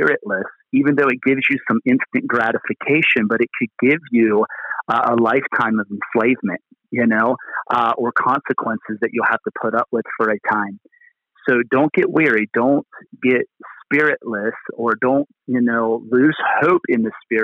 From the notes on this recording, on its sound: Location: Phone